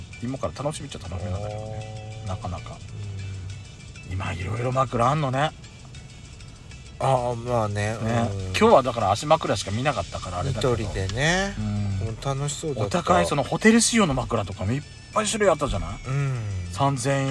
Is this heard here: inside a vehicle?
yes